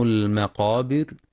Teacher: كما يراعى تفخيم القاف المفتوحة في المقابر وترقيق الراء عند الوقف لسكونها بعد الكسر